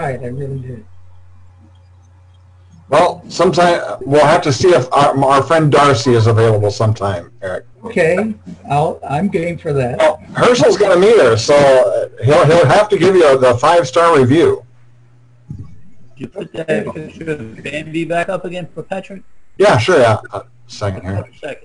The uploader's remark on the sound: my computer had just done an update and messed up my microphone settings, so you will have to bear with the distortion.